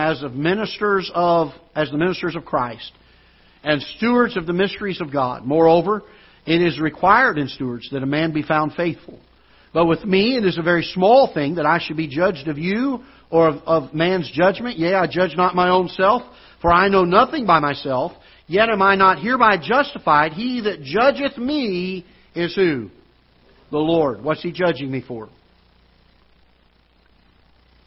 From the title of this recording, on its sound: Ketha Heights Baptist Church ~ Live Broadcast